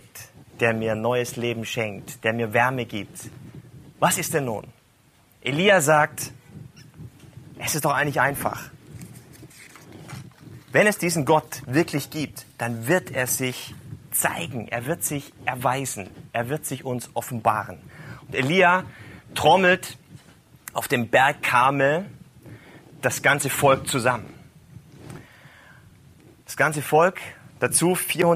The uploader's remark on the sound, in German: live gehalten auf Kanzeln und Bühnen, in Kirchen, Kneipen und Locations in Hamburg und anderswo